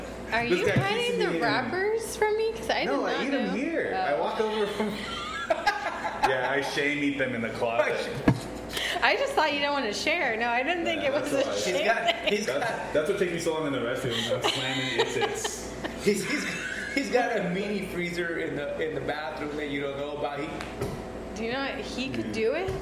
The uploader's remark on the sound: recorded in the one & only Spokeasy Public House